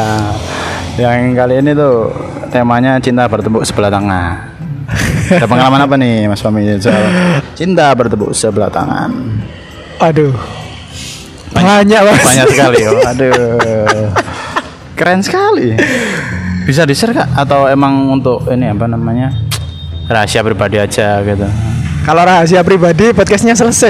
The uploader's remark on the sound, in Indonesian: Episode ini kami kembali lagi rekaman di pinggir jalan